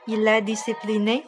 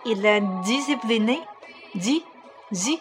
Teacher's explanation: 你会听到很多的 zz，介于 s 和 z 之间这种音 · Shown in: second take